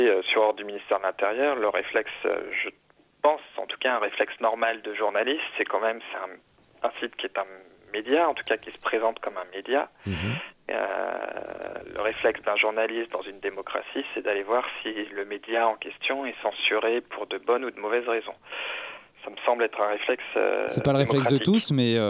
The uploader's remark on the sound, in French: Le Comptoir Digital sur Radio Campus Paris. Était aussi avec nous au téléphone.